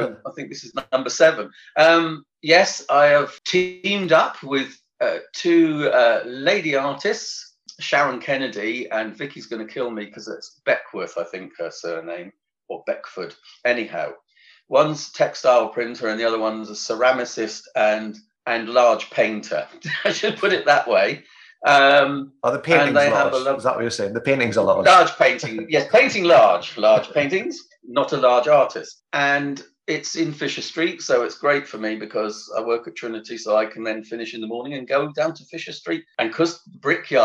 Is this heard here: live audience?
no